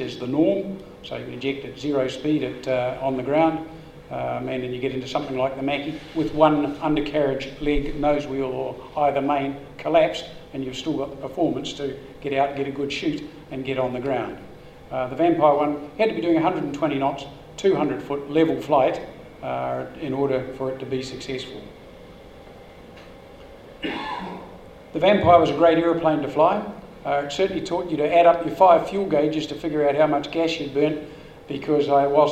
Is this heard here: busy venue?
yes